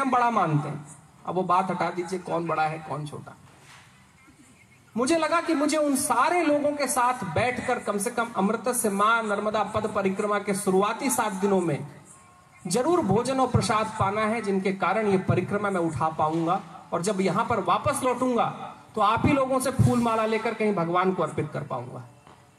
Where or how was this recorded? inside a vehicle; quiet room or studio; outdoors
outdoors